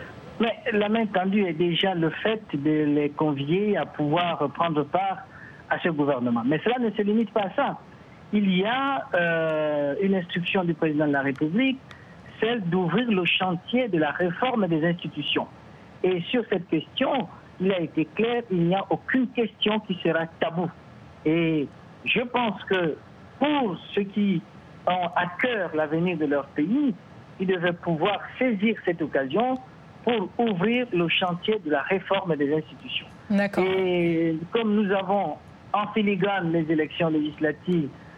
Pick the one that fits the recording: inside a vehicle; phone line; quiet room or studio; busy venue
phone line